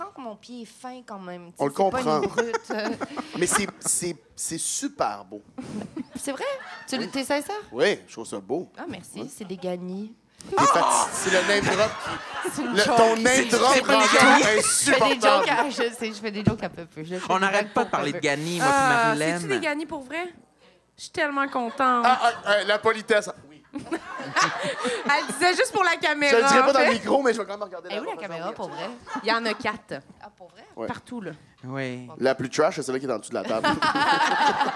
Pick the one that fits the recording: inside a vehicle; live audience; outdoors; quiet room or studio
live audience